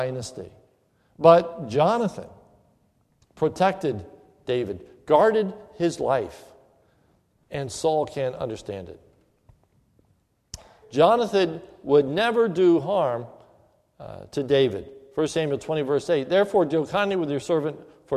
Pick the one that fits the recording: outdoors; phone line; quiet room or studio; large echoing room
large echoing room